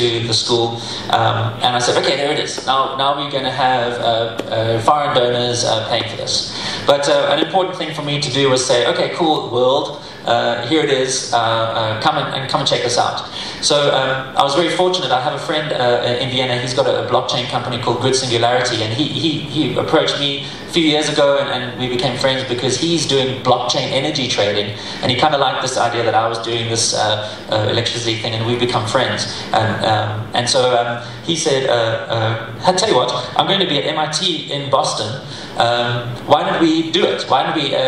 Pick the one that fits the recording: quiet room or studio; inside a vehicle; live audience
live audience